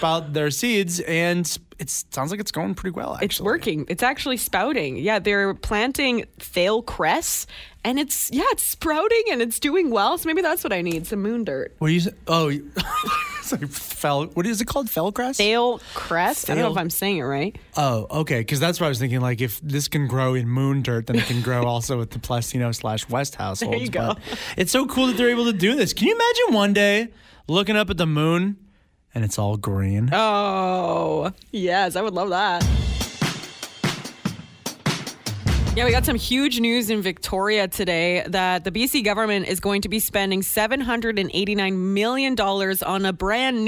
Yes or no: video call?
no